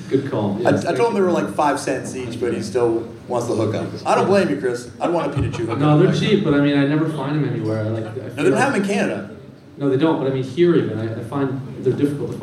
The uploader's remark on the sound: TURNED OUT A PUNK LIVE IN PHILLY. Let’s do it Philly Style as the Turned Out A Punk Live tour rolls into Hostile City USA!